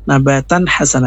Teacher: maksudnya tertanwinnya itu tidak boleh didengungkan, karena dia namanya Zohar. Zohar itu artinya jelas atau nampak. · Term: izhar halq